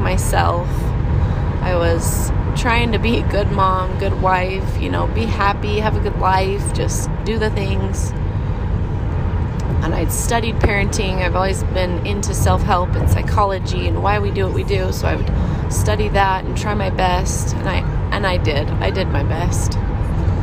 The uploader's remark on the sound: in the car with my kids